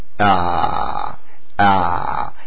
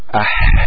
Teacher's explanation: العين والحاء لا فرق بينهما أبدا، هما في مخرج واحد، إلا أن العين مجهورة يعني يصنعها الصوت، والحاء يصنعها النفس، فصناعتها بالصوت تكون أيسر، خصوصا أن الحاء فيها نوع من الحدة، يعني منقول أح أع أع، العين شكلها أيسر.